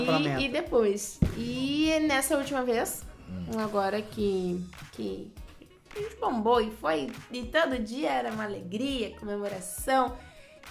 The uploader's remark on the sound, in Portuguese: Programa gravado com um som ambiente bem diferente.